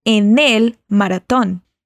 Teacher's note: a gente junta esse N do en com o E de el e fica en el